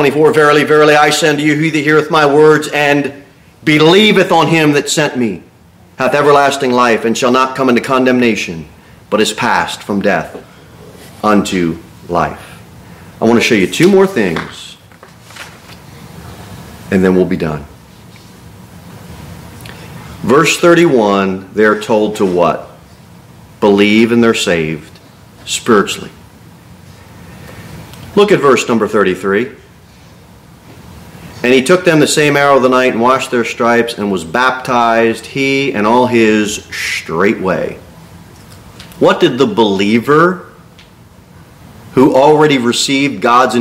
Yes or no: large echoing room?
yes